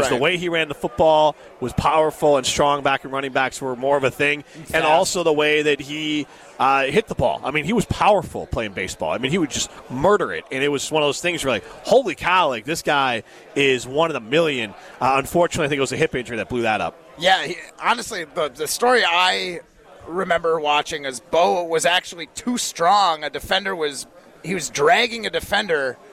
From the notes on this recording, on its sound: live from the inaugural ESPN Madison Open!